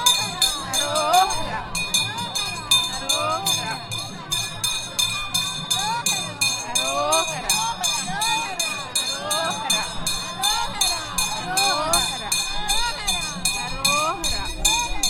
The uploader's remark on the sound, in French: A Paris, la communauté hindoue le célèbre via une grande procession bigarrée qui traverse les rues et les ruelles du quartier de la Chapelle, dans le 18e arrondissement. J’ai plongé au cœur de la fête avec mon microphone.